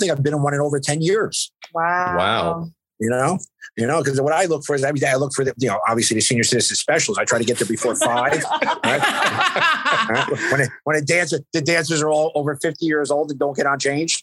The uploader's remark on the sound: joined us in the BMB Zoom Room!